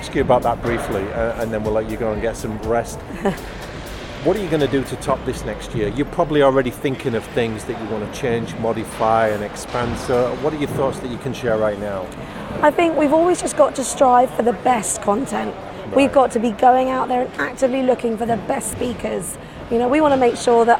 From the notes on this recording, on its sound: Live from Europe's Biggest Event 'Accountex'. A series of live interviews from Accountex 2022 in London. AIBN were the official broadcast partners of the event.